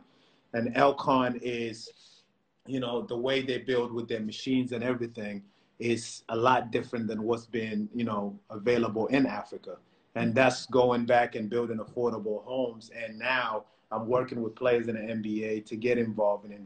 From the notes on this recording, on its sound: Instagram live discussions